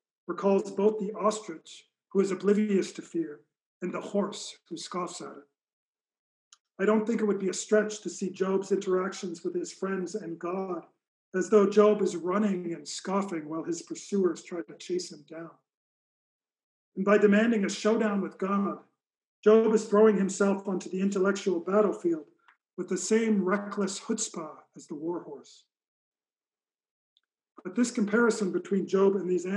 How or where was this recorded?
large echoing room